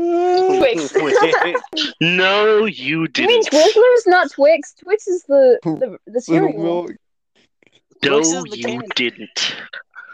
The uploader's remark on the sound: Audio might be a little bad